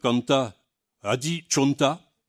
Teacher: tous les A qui ne sont pas accentués passent à O